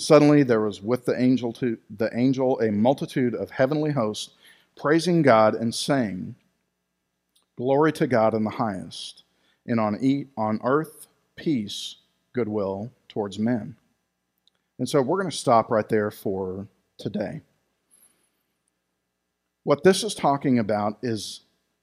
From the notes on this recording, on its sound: Recorded live at Freedom Fellowship Church in Tontitown, Arkansas on Sunday, December 20, 2020.